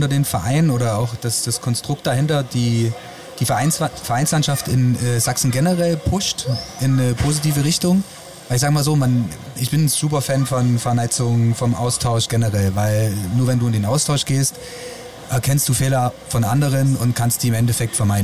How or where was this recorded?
busy venue